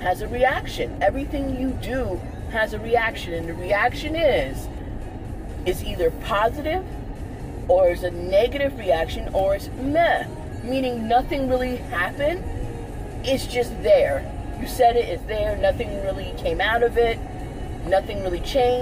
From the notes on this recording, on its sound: This episode was recorded in my car.